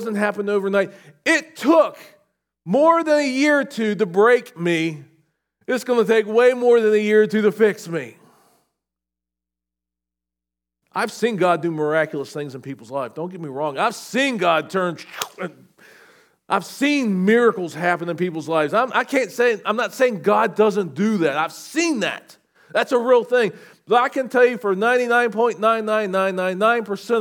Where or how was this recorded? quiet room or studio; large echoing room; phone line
large echoing room